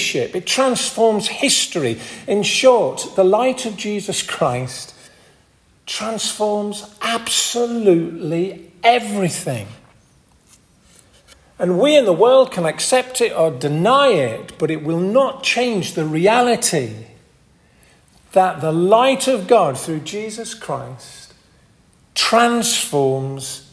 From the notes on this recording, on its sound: This audio recording was taken at the 10:30 Communion service at Hardraw Church, , North Yorkshire.